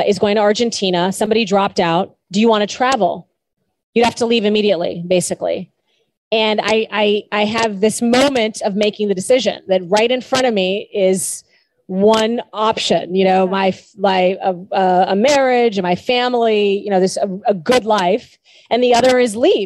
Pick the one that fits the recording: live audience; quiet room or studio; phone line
live audience